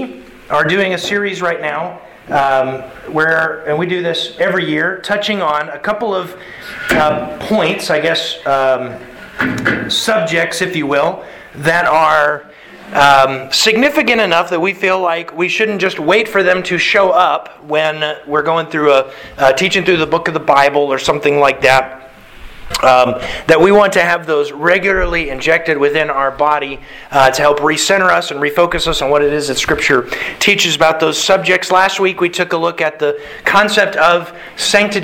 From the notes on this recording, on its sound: Sermon delivered to the Galena Bible Church